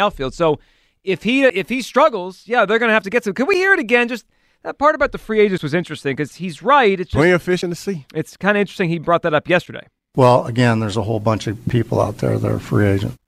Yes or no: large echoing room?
no